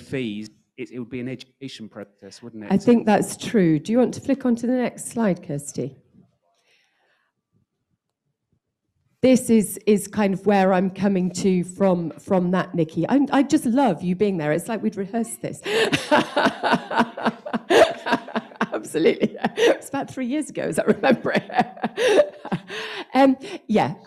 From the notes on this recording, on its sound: This episode is a recording of the highlights of the Panel Discussion that took place at the Home Staging Forum 2021.